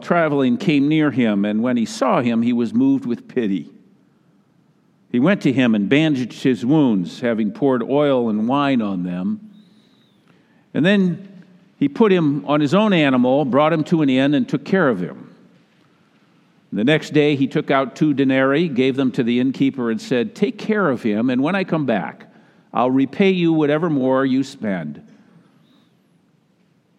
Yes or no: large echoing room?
yes